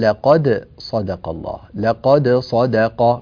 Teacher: فنبين الدال ونعطيها قلقلتها